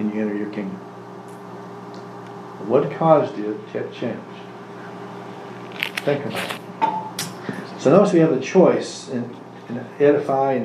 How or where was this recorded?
large echoing room